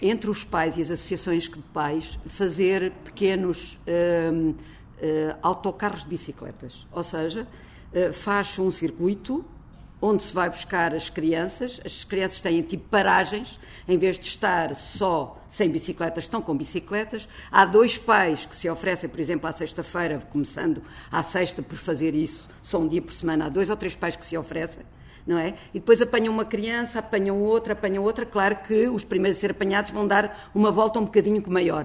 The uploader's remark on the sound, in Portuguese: O debate teve lugar pelas 18h30 no dia 10 de Abril 2014, na sede da FPC - Federação Portuguesa de Ciclismo, Rua de Campolide, Lisboa com a presença de público